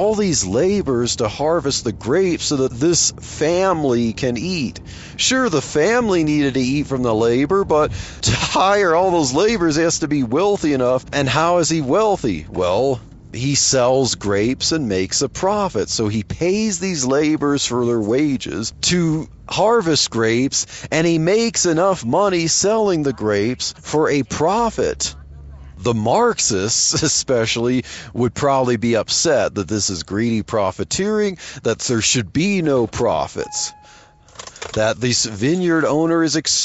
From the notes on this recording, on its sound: while driving to work